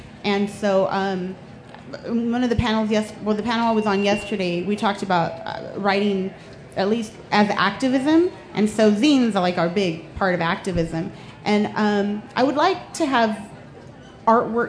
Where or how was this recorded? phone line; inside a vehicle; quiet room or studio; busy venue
busy venue